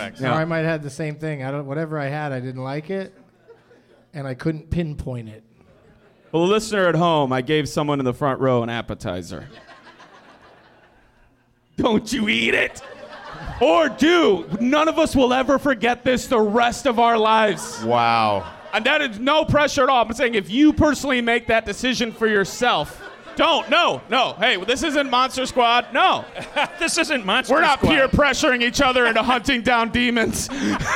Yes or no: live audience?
yes